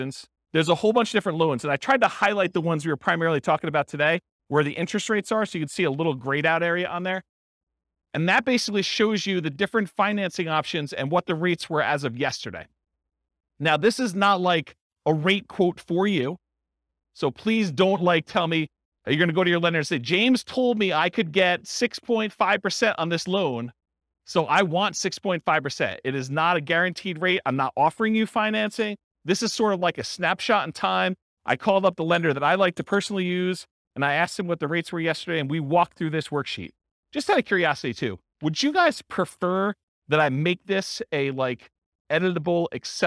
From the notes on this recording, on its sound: This was a live class recorded